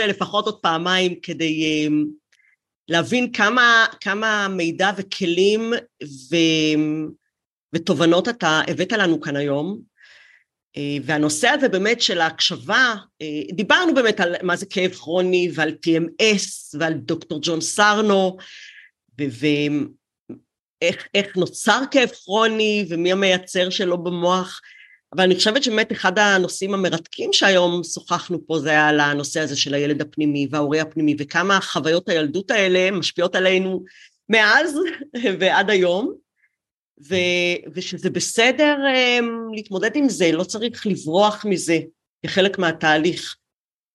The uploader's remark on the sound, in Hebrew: הראיון הוקלט במסגרת לייב זום בפייסבוק ועבר עריכה לפורמט הפודקאסט.